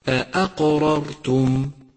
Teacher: سادسا، اقرأ كلمة أأقررتم، أأقررتم، اقرأها بشكل صحيح، ولاحظ تتالي الهمزتين، فكلاهما يحتاج إلى تحقيق جيد وإلى ترقيق، لأن الهمزة حرف مرقق دائما، ولاحظ تفخيم القاف، ولاحظ تتالي الراءين، وكلاهما مفخم، لأن الأولى مفتوحة والثانية ساكنة وقبلها فتح، فتنبه لهذه الصفات وأعطي كل ذي حق حقه، أأقررتم.